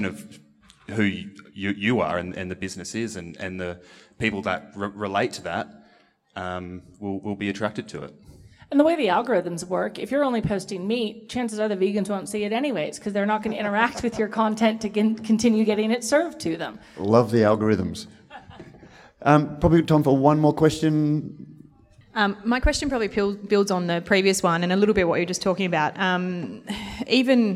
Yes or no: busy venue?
yes